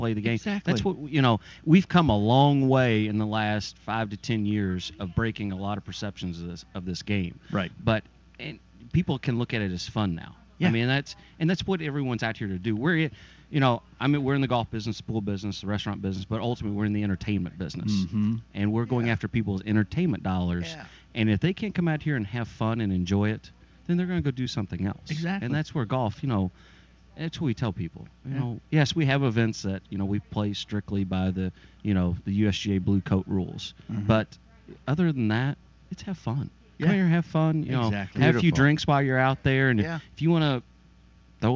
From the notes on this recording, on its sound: The first from our "Sundays Live" series of programs we broadcast live from Elk Run Golf Club in Jeffersonville Indiana.